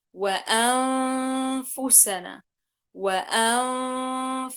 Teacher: ما في إظهار للنون نهائيا، فقط صوت الغنة هو الذي يبقى